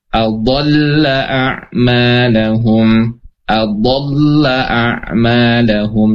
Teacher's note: ketika sisi lidah bertemu dengan gigi seri bagian atas ya, maka dia akan terdorong sehingga menempel